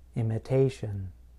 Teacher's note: in the noun imitation, I place stress in the middle of the word